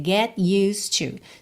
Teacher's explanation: Temos um E aí que vai ser completamente mudo, então você vai do S direto pro D